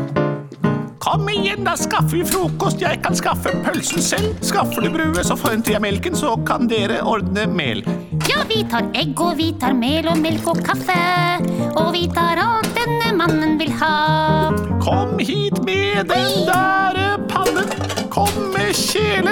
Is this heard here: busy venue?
no